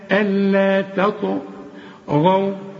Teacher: ألا تاء ألا تطغوا، يبقى الطاء والغين مفخمين والواو حرقاها. التاء اوعى تنسى، اوعى تتحول للطاء